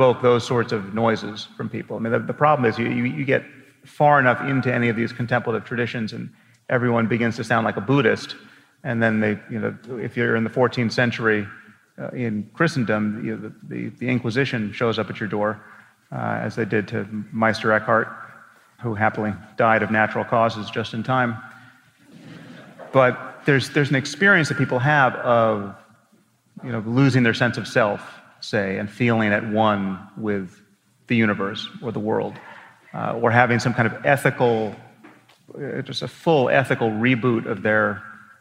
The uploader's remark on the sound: recorded at the Orpheum Theatre in Vancouver on November 2, 2017